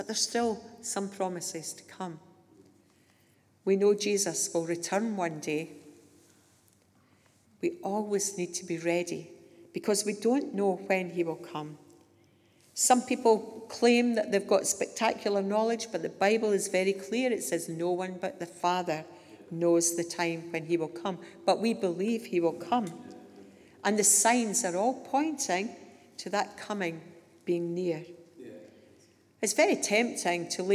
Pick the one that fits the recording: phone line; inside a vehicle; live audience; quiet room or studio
live audience